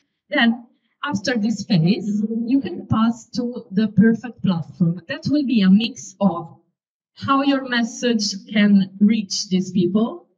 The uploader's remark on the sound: Apologies about the audio quality!